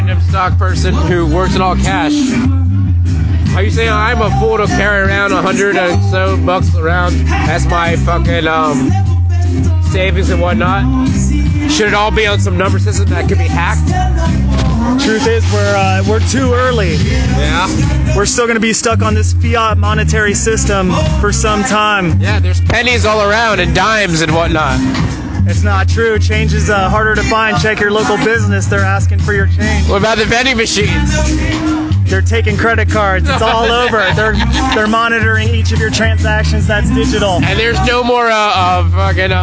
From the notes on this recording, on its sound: A properly socially distant outside event by Florida standards.